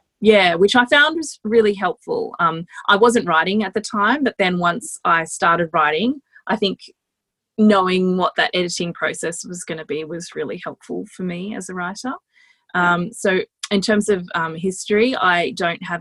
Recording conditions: video call